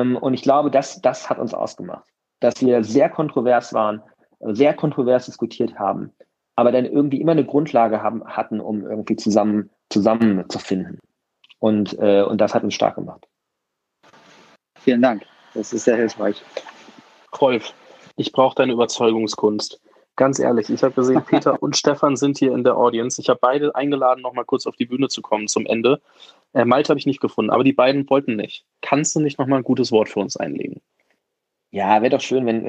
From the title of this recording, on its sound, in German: im Gespräch auf Clubhouse